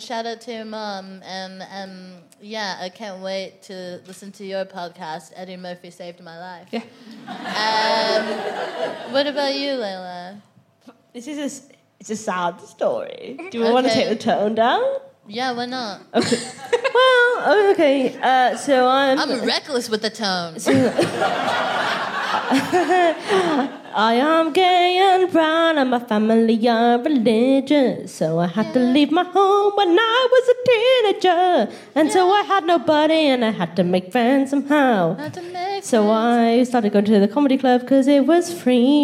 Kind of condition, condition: setting, busy venue